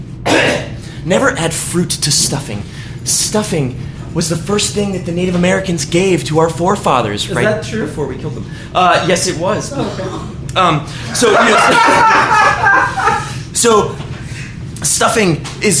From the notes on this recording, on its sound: we argued this for our live audience